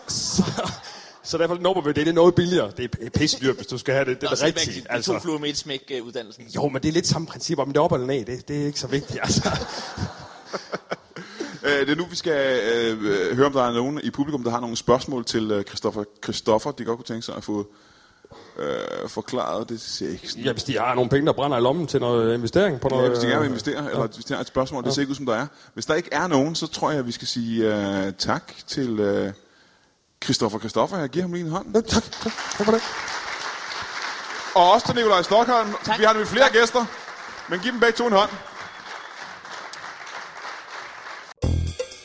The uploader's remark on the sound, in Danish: LIVE fra Værket i Randers